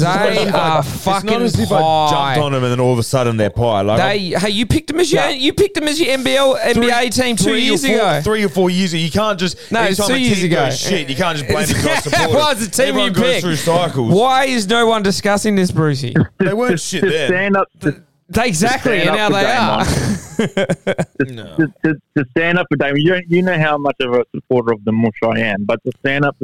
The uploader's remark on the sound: Joins us over the phone from his gastro chamber.